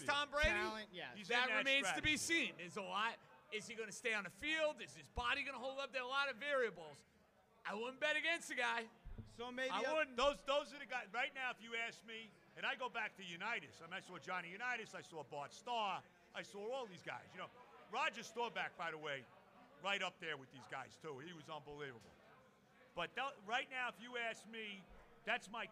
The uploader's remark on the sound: Live From Hackensack Brewing.